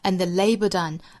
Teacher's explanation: work,在 work 的后面我们可以停顿一次 until the days out 复原连读 out 后面还可以再停顿一次 and the labor done and 尾部的 d 略掉 and the labor done 最后的 done 不要读成了 done 也不要读成了但是的 done 哈，要注意倒三角 r 的这个